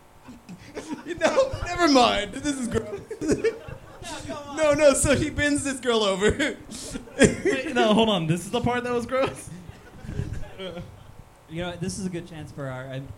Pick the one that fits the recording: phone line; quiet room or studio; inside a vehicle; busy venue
busy venue